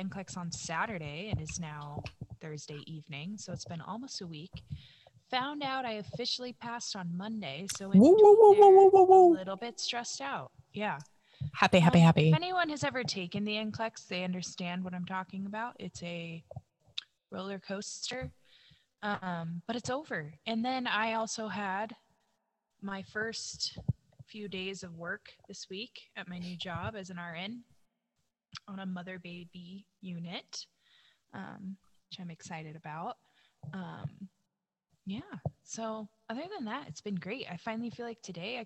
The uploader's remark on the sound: We apologize for the sound quality and feedback.